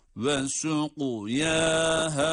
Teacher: yaha, her ikisi de meddi tabii olması itibariyle birer elif miktarı uzatıyoruz · kaf harfini hem kalın hem de kalkale yaparak okuyoruz